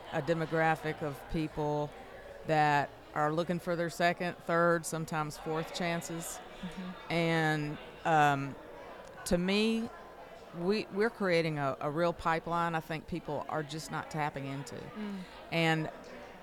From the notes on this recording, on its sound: The Listening Lab visited the Starshine Summit in June 2023 and recorded conversations with attendants